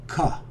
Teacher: More of a K sound. This sound is essentially made further back in the throat.